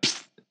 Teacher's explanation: the first syllable is actually what we would call a whisper. It's like a psst.